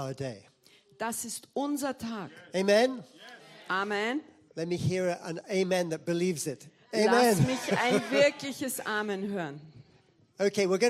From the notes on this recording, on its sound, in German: Gottesdienst live aus der LIFE Church Wien.